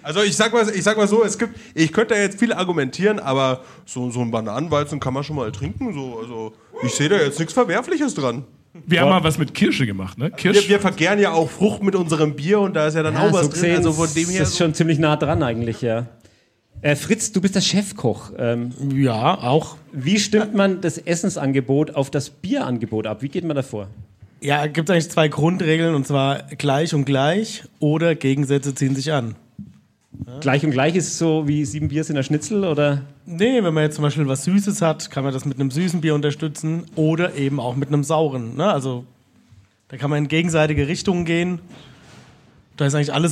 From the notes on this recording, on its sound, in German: In einer audiovisuellen Verkostung. Live im Afterwork.